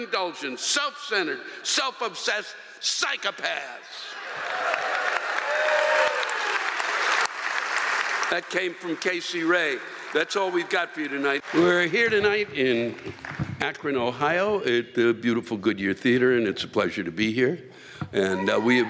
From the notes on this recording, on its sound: The live rants come from the shows in Cincinnati and Akron OH